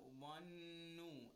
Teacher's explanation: Keep in mind the ظَا of the ظَنُّوا is a letter of تَفْخِيم. So rounded mouth and a heavy voice.